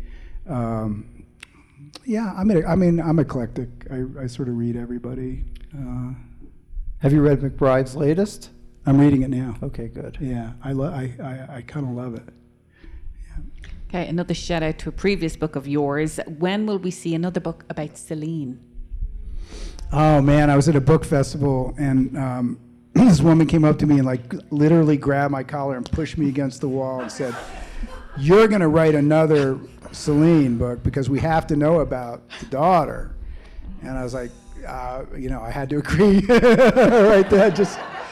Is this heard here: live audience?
yes